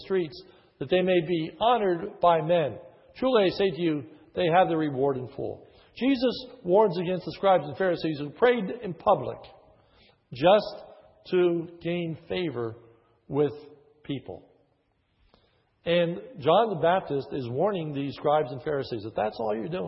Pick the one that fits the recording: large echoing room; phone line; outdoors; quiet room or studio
large echoing room